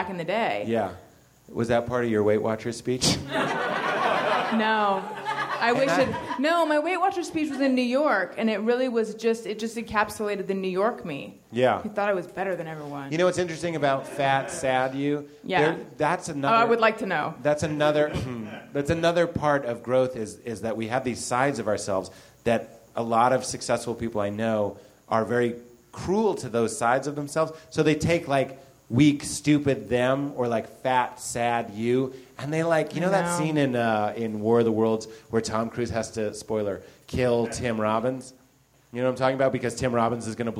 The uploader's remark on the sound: LIVE from Nerdmelt